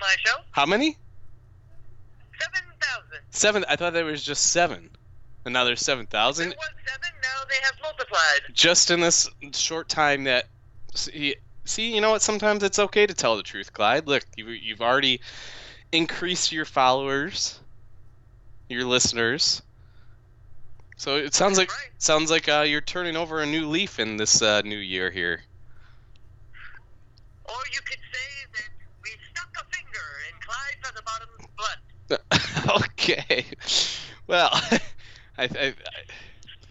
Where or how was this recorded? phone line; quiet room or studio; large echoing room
phone line